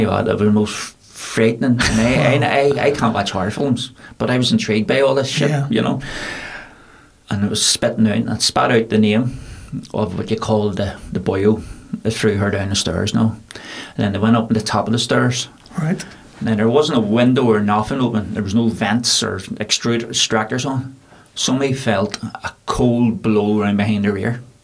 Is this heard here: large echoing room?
no